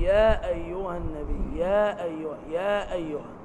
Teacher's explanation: أيها النبي هذا مد منفصل جائز يعني جواز المد وعدم المد وأنا أقرأ بقصر المنفصل هكذا بمقدار حركتين